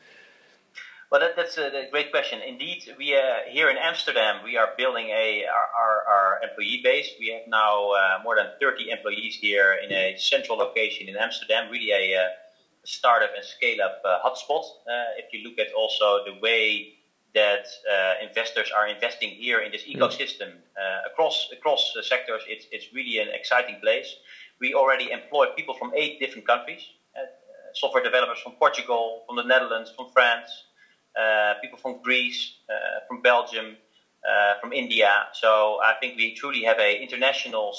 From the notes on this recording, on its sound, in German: Interview aufgezeichnet per Telefon